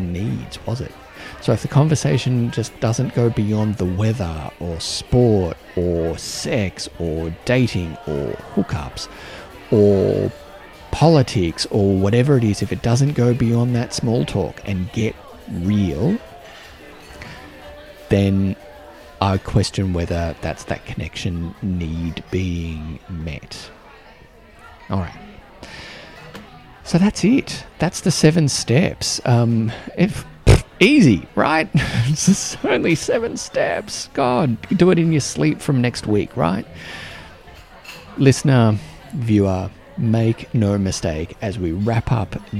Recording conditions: busy venue